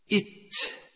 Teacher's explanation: التاء حرف مهموس، أي يجري النفس الكثير عند النطق به